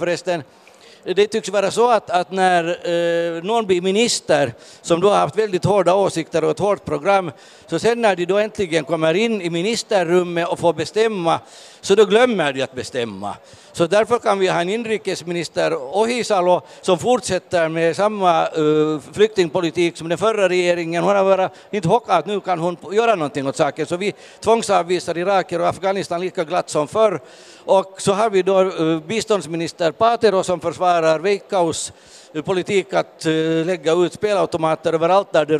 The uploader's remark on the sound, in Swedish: Podden Live från Bokmässan.